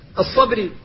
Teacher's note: فالباء ساكنة بعد المستعلي المطلق فلا بد من الاحتفاظ على ترقيقها